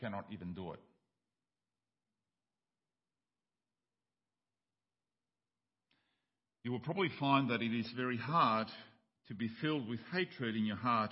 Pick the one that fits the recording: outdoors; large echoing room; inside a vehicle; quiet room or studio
large echoing room